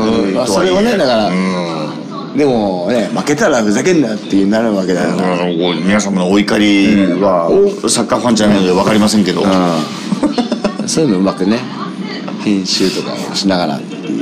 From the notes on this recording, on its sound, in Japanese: まさかの地元収録なゲスト回！地元のカラオケ居酒屋で真夜中のノリで収録！ノー台本、ノー編集でここまで上手く収録できるとは思いませんでした！！